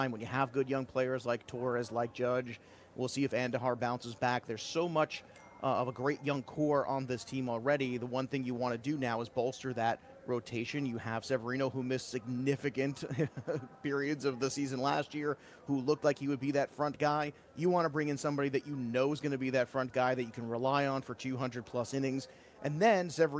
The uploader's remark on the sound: LIVE FROM THE MLB WINTER MEETINGS